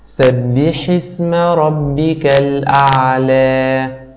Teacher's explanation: فعلينا أن نمد الألف التي في نهاية الكلمة بمقدار حركتين